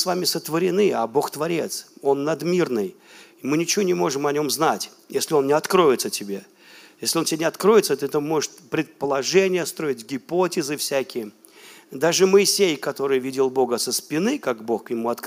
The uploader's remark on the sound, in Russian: Запись с молодежного служения из Церкви Божьей города Ярославля.